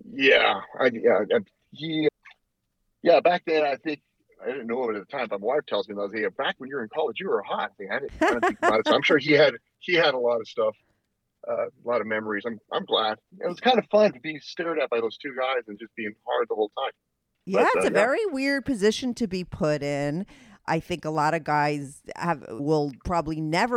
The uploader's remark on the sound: called in to talk all about it